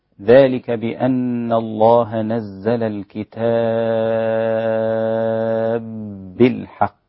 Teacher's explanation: وسبب المد هنا ست حركات: أن حرف المد الألف الكتاب الألف تبعه حرف مشدد، والتشديد جاء من إدغام الباء في الباء · الكتاب بالحق متماثلان، الباء في الكتاب مع الباء بالحق، ويدغم هذا الإدغام الكبير الإمام السوسي عن أبي عمرو البصري